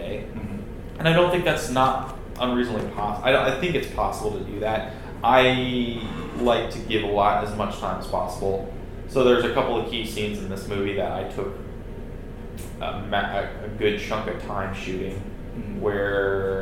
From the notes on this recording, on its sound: We had an issue with our digital recorder, so, unfortunately, the audio quality for this one isn't great. Please overlook the room noise.